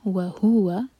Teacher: دو words ہیں و اور ہوا، تو ہو پر زور دیا جائے گا ورنہ وہ ہوا آواز آئے گی وہ غلط ہو جائے گا.